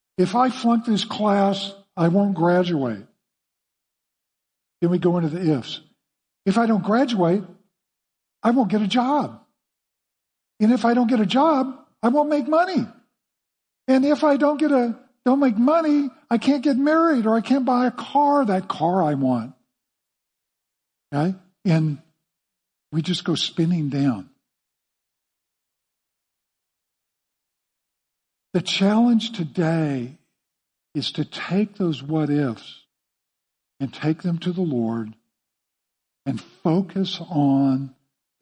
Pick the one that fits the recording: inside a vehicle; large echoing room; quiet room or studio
large echoing room